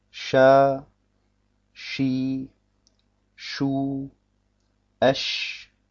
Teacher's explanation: Aus dem mittleren Teil der Zunge entstehen 3 Buchstaben, und zwar in der folgenden Reihenfolge: Ja, Shin und dann das Jim.